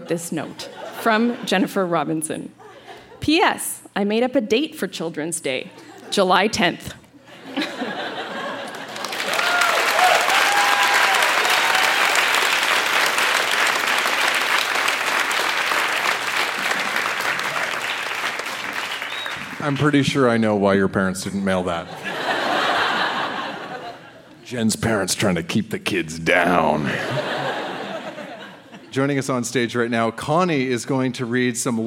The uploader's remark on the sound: Recorded live at the Park Theatre n Winnipeg, MB.